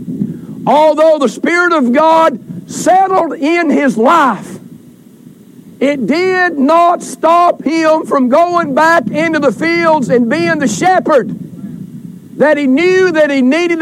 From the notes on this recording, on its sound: Recorded during Family Day outdoor service